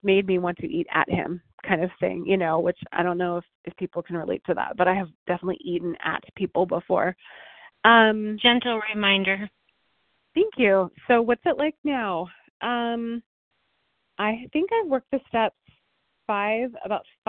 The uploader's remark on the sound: 100 Pounders Phone Meeting